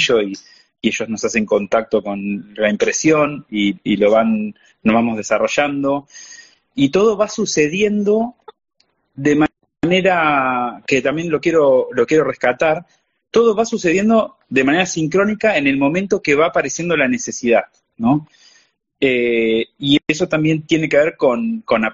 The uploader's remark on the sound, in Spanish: Audio de la charla en vivo por Instagram